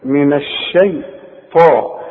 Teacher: الطاء هي المفخمة، والطاء من اعلى الحروف المفخمة لان بعدها ألف